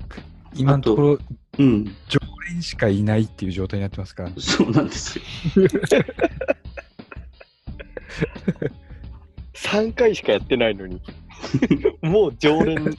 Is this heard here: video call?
yes